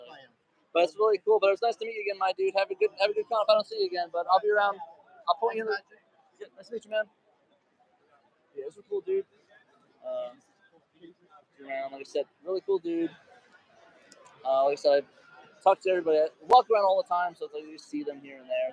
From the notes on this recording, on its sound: Live at Game On Expo 2023! Looking at some of the amazing stuff here at Game On Expo in Phoenix, AZ.